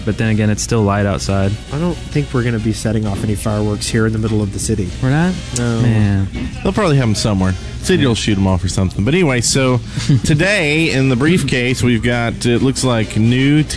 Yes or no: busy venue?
yes